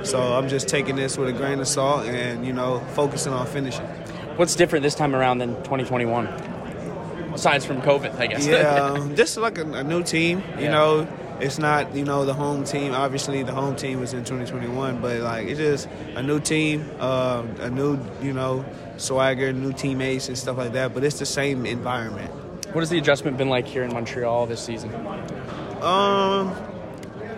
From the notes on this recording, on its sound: On day three of the 2023 Grey Cup Festival. Catches up with several players at media day.